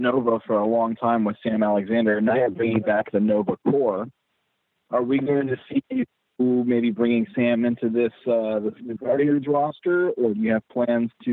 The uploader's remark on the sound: Marvel tele-press conference